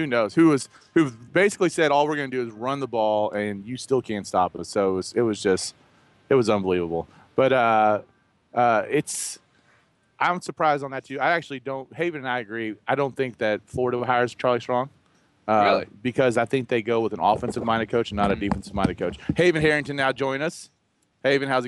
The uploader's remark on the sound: Live from Wildcat Warehouse in Fayette Mall for a special 3 hour UK/UofL pregame show!